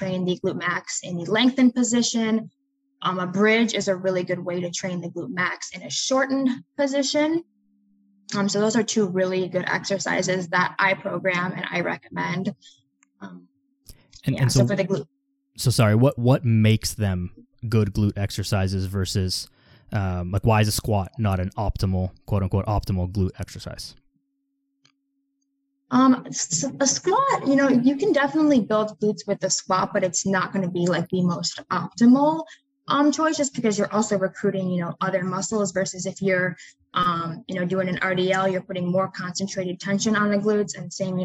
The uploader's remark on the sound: We had some internet issues throughout the episode, which led to some not great sound quality and a couple of moments where we froze, so apologies in advance for that. Did the best I could to clean it up .